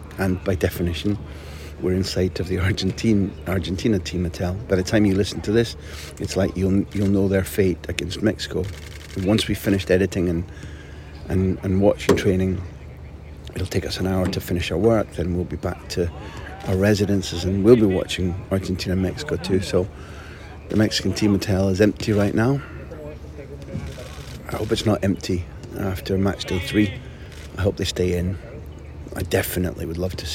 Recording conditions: outdoors